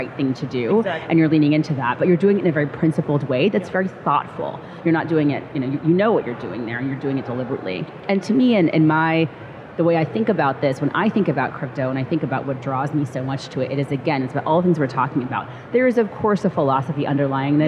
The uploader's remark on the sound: live from Consensus 2023 in Austin, Texas